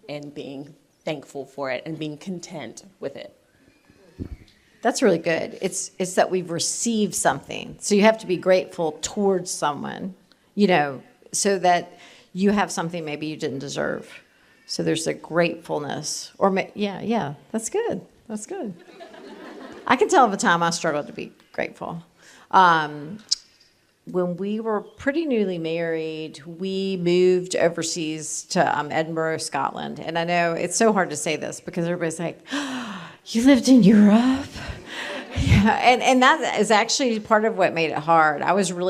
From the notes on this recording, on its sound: Recorded live at TGCW22 in Indianapolis.